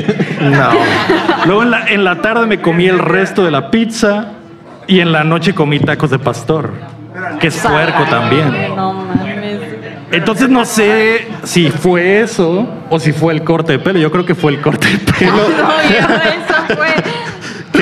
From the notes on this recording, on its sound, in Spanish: En Vivo desde la UPDACON 2023. Regresamos a grabar en vivo desde Mexicali BC, frente a nuestra gente.